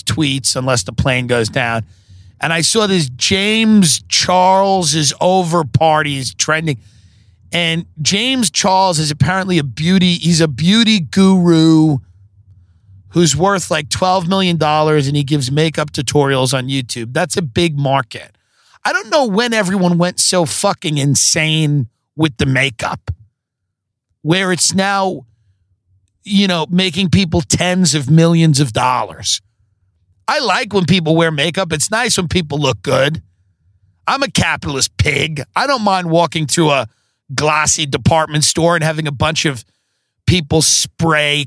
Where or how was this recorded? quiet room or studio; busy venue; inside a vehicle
inside a vehicle